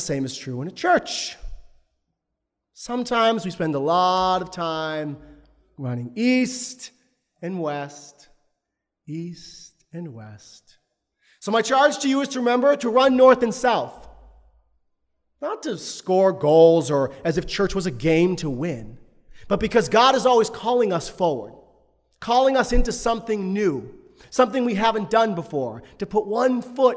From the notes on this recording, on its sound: Bonus - Installation Sermon & Charge. At the service of installation.